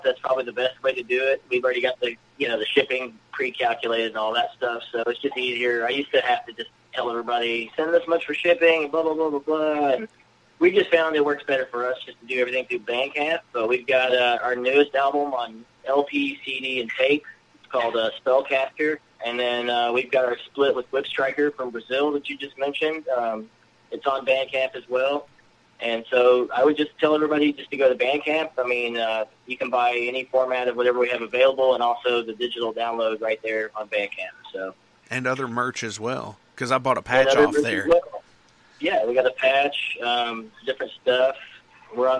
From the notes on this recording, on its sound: joining me on the phone